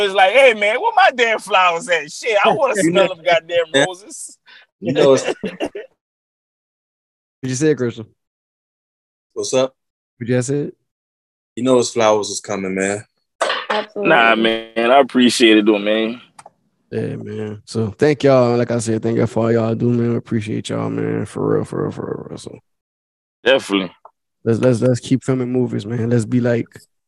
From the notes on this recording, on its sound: EVERYDAY PHONE CONVERSATION!